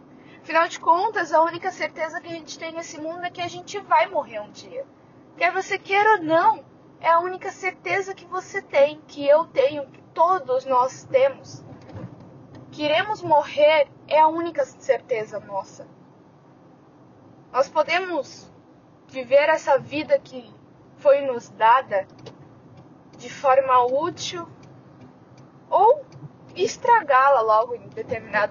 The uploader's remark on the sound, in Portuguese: Background noise* é para ajudar a relaxar e pensar.